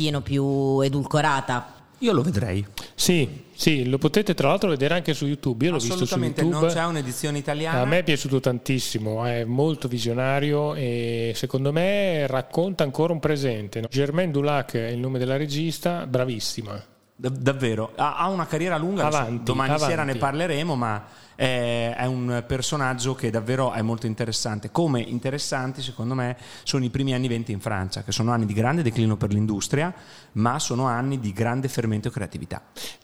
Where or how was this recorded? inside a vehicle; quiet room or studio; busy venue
busy venue